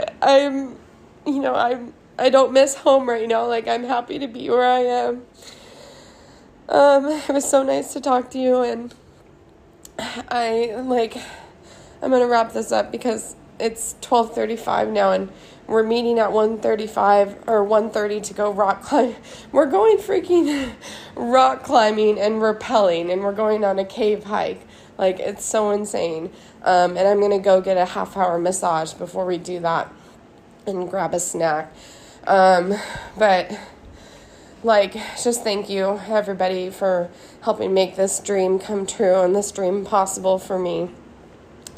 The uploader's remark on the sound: I recorded the main part of this from my phone while I was on vacation in Thailand. I recorded it from my hotel room at a beautiful beach resort while looking at a gorgeous pool with lots of plants and a backdrop of cliffs.